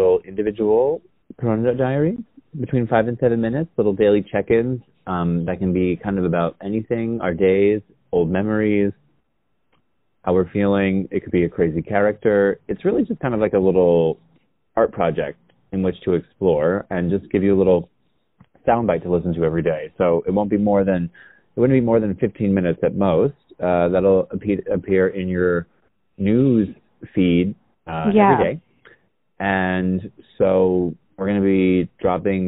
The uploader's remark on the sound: The sisters try out hosting the pod while properly isolated via recorded phone chat.